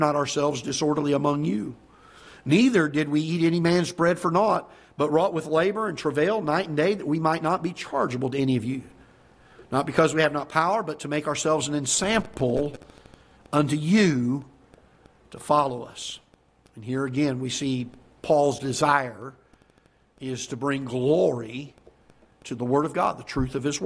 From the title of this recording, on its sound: Ketha Heights Baptist Church ~ Live Broadcast